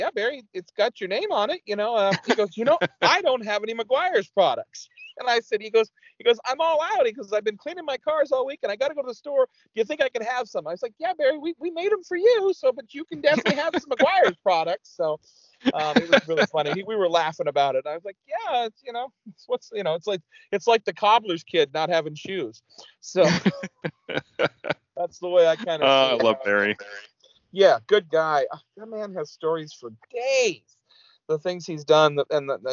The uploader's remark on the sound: connect via phone